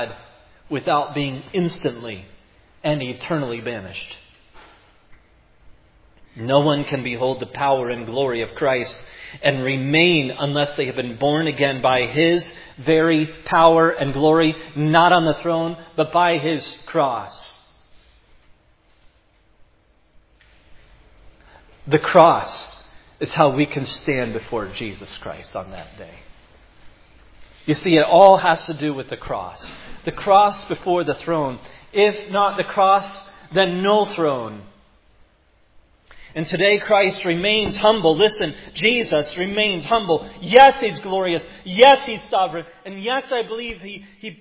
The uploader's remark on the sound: preached at Providence Church